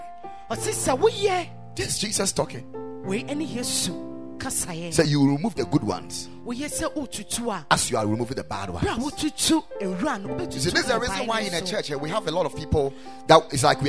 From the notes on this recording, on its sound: Preached at the Ekklesia Chapel